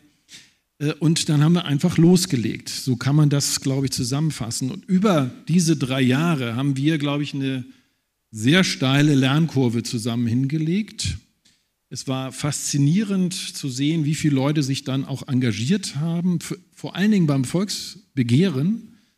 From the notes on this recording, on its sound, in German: Aufzeichnung Podiumsdiskussion am 18.09.2023. Diskutierte auf Einladung der Akademie der Wissenschaften in Hamburg ein Podium, besetzt mit Persönlichkeiten aus Wissenschaft, Zivilgesellschaft und Politik.